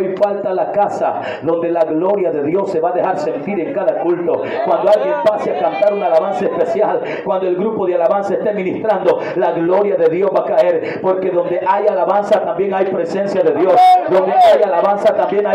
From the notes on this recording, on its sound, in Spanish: Audio Predicación registrada el 28-enero-2023 en Iglesia Pentecostal Unida Internacional El Salvador en Aldea Bolaños Santa Ana.